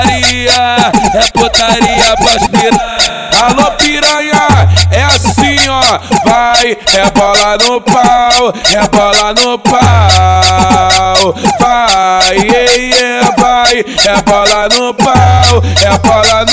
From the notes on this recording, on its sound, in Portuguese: MEGA AO VIVO NO BAILE DO CDB.